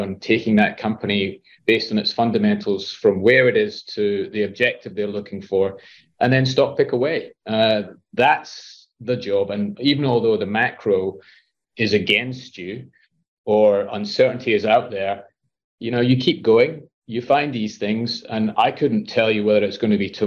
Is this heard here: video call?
yes